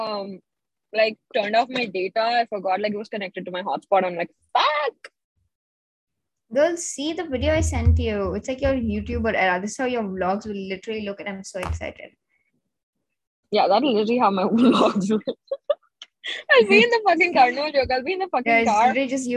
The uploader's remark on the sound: Car version